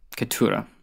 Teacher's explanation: the stress is on the middle syllable